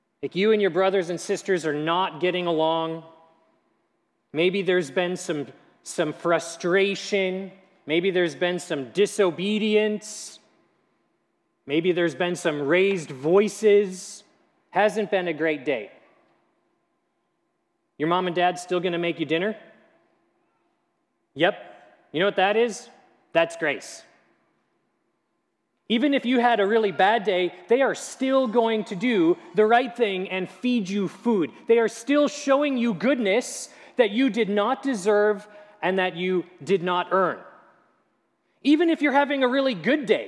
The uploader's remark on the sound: At Grace City Church in Fargo, North Dakota.